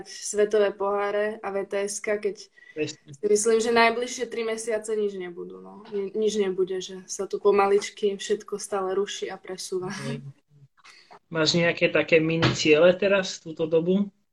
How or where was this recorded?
video call